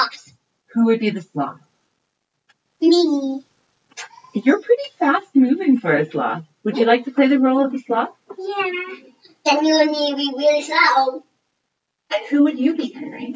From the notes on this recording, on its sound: Sound quality is a little iffy here as we are still playing around with editing and mic settings.